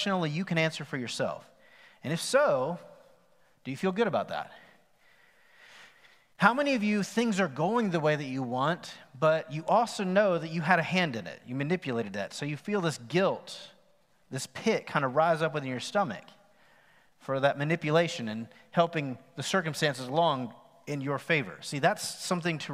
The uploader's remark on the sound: Recorded live on September 27, 2020 at The Fellowship at Mt Juliet.